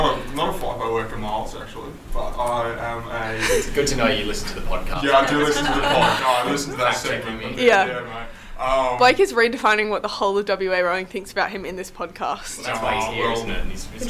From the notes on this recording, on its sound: We were having some teething issues with our audio, so the volume levels may be a little off. WAIS (recording space).